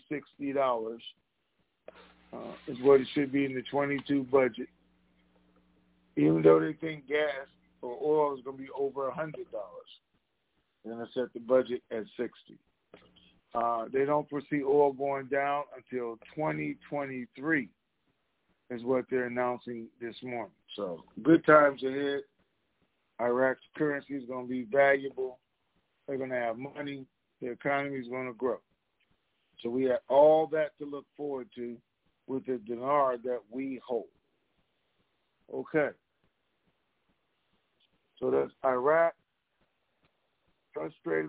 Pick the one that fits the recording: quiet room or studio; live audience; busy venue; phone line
phone line